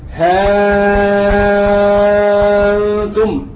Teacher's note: يقرأ بالإدال مع المد المشبع